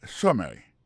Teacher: accent tombé sous premier syllabe là, summary.